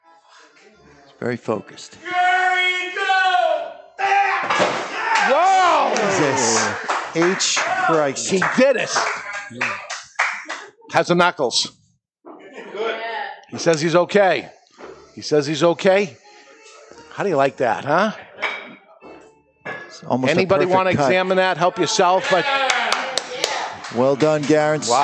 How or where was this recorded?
live audience